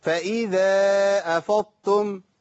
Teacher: انا جبت تائين بس التاء الاولى مفخمه · Term: الضاد التائيه